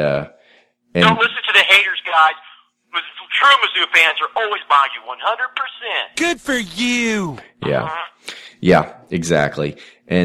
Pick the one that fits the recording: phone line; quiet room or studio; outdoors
phone line